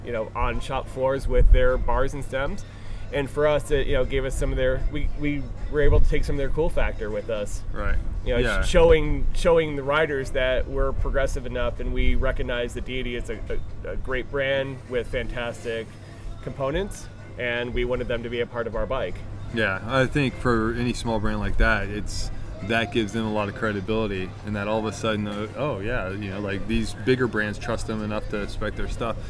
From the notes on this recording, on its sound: Apologies in advance for the wind noise, I met the product managers from Marin Bicycles at an outdoor cafe while at a major mountain bike event in France.